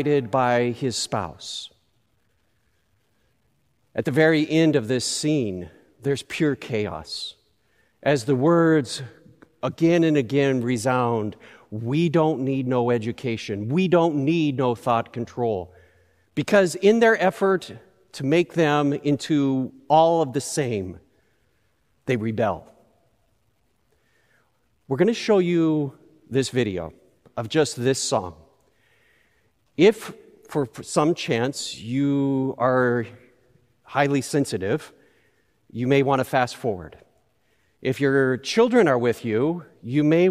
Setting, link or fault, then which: setting, large echoing room